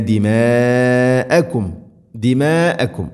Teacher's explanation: ലാ തസ്ഫികൂന ദിമാഅകും, ദിമാഅകും മദ് മുത്തസിലാണ്, നിർബന്ധമായിട്ടും നാലോ അഞ്ചോ ഹർക്കത്തിൻ്റെ ഖദറുകൾ നീട്ടണം